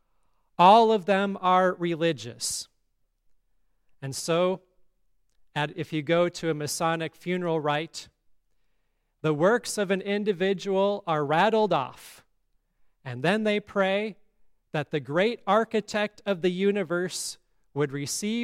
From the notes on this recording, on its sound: today's service at Grace Lutheran Church, Lexington, MO